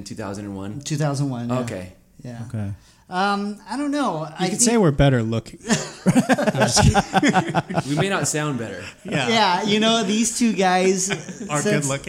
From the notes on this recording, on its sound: On this episode we podcast live from the Painkiller IPA Tiki Party at Frogtown Brewery